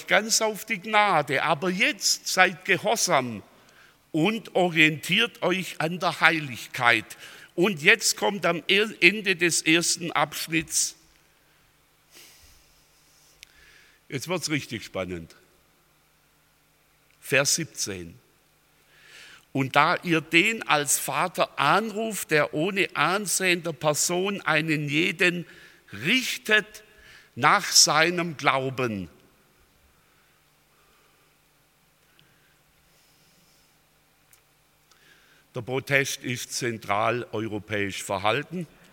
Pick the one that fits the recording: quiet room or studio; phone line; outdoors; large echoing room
large echoing room